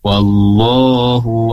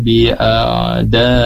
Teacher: Wallahu dan a'adaikum harokatnya berbeda. Wallahu 2 harokat, sementara a'adaikum itu 4 harokat. Tandanya yang pertama di wallahu fathah berdiri, a'daikum, di situ ada alis bertemu dengan hamzah, maka dibaca 4 harokat.